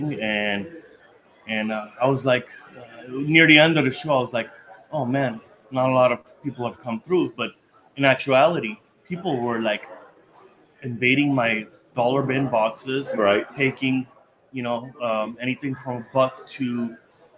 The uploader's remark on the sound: LIVE FROM THE UNION MARKETPLACE CARD SHOW AT DEL MAR, CA FAIRGROUNDS AND RACETRACK